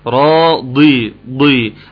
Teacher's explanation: كسره الضاد، والضاد حرف فيه اطباق، فالاساس الكسره الفم بينزل لتحت، والاطباق اللسان بيطلع فوق، اللسان هيطلع فوق، فيبقى عندك مشكلة.